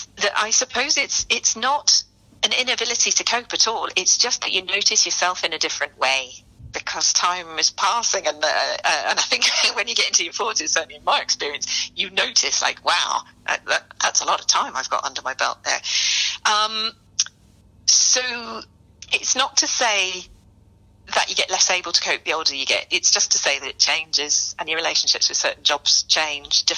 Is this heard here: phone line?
yes